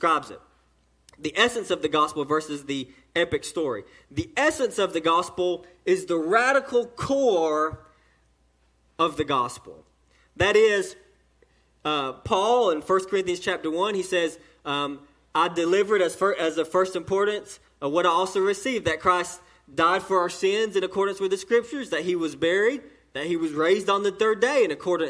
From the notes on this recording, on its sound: sermon delivered to Cottondale Baptist Church in Eastman, GA during the 6:00pm service